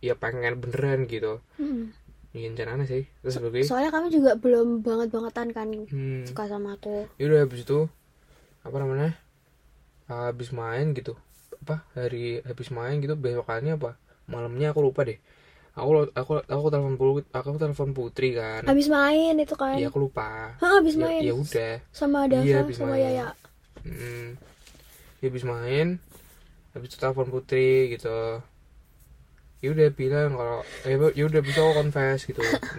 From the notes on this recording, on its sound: in the car